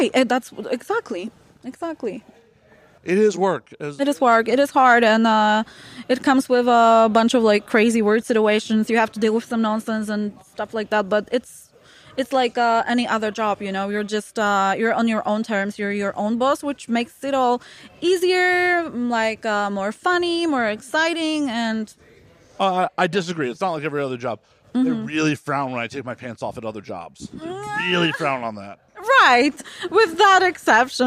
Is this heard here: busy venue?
yes